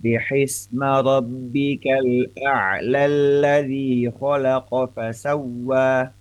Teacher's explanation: Akan melebur sehingga bunyi panjangnya dalam keadaan disambung antara ayat 1 dan ayat 2, bunyi panjangnya justru menjadi terlebur, menjadi hilang karena ada pertemuan antara kata al-a'la bertemu dengan kata al-ladhi. Yang jelas menang al-ladhi atau alif lamnya al-ladhi gitu.